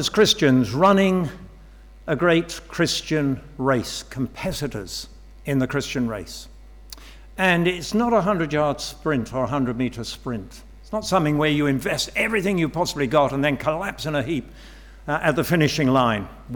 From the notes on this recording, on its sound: Sermon from St David's Moreton-in-Marsh, Evening Service - Confirmation & Baptism